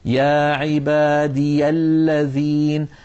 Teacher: ولاحظوا الياء من كلمة عبادي في آخر كلمة عبادي مفتوحة فلذلك نظهر فتحتها